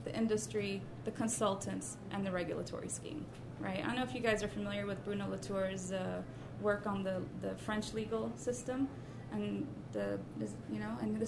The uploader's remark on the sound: Recording of the May 4, 2016 launch of the fifth issue of The Funambulist Magazine 5 (May-June 2016) dedicated to Design & Racism.